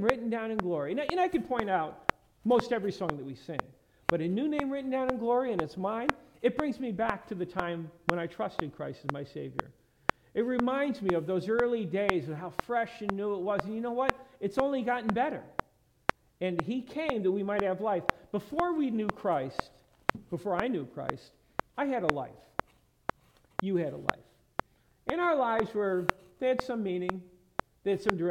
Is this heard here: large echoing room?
yes